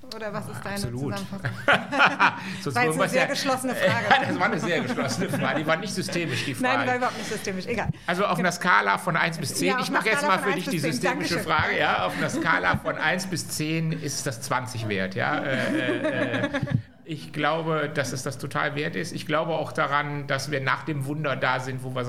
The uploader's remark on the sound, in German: Special insofern, weil diese Folge eine Live-Aufnahme war. Wir sind vor einigen Wochen in neue Büroräume gezogen und haben unsere Einweihungsfeier genutzt, um einen kleinen Live-Podcast zu machen.